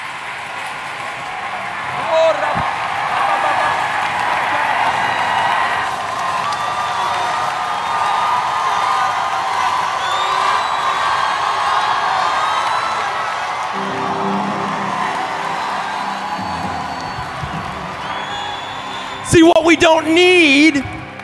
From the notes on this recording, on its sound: message at Awakening Conference 2016